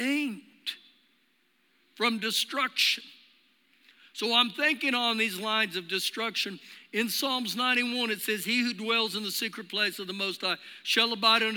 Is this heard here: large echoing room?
yes